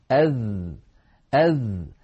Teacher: الحرف الثالث والأخير في حلقة اليوم هو حرف الذال. الذال حرف يخرج من طرف اللسان مع أطراف الثنايا العليا، يعني هذا اللسان وهذا طرفه وهذه الأسنان العليا وهذا طرفها، نضع الطرف على الطرف.